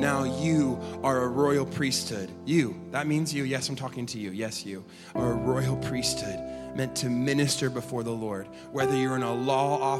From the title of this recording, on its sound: LIVE at Echo Church